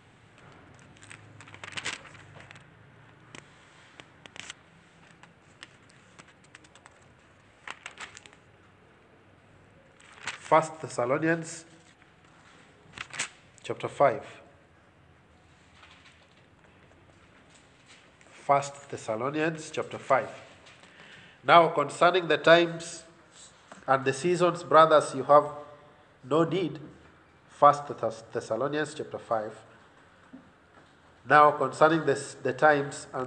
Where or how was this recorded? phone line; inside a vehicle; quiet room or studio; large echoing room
large echoing room